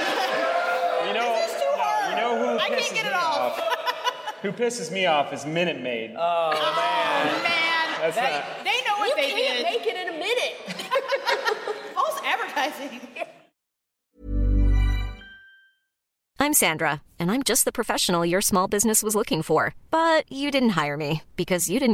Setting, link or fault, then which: setting, live audience